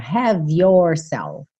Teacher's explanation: Você vai juntar o V do have na próxima palavra, have yourself, ok?